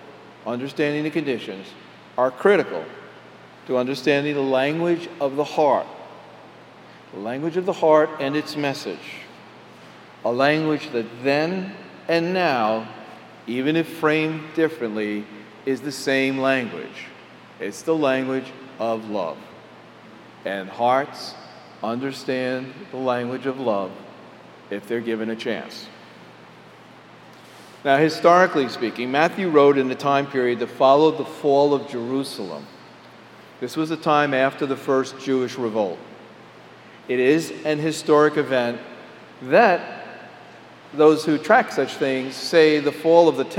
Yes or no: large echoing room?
yes